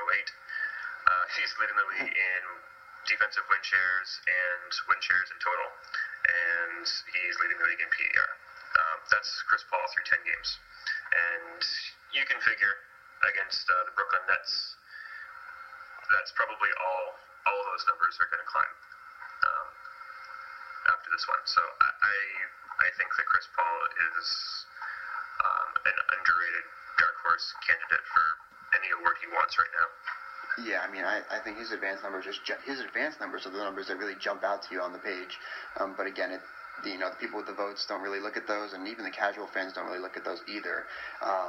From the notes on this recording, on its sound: I APOLOGIZE FOR THE TECH DIFFICULTIES AND POOR AUDIO